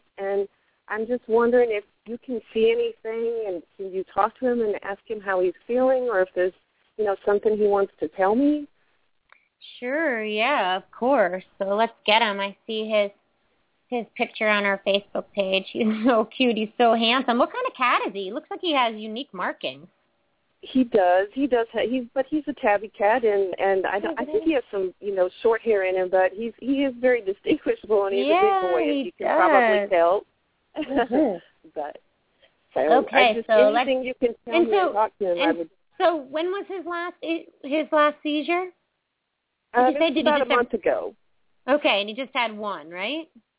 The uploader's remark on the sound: open up the lines for listeners to call